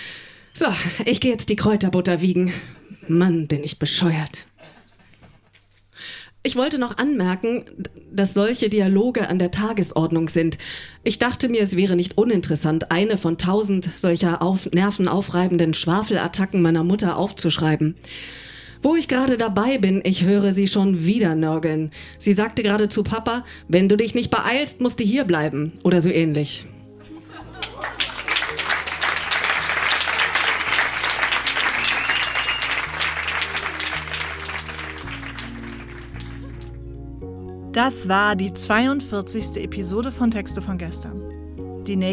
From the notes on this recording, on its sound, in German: Texte von gestern“-Liveshow. Im Monarch, Berlin. Heißen Dank an den Monarch, unser tolles Publikum.